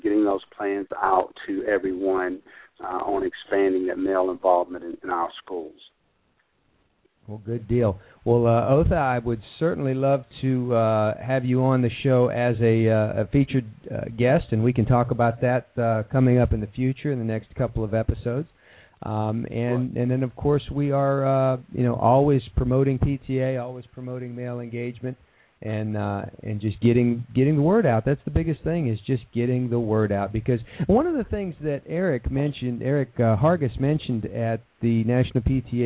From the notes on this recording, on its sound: We even got a surprise call-in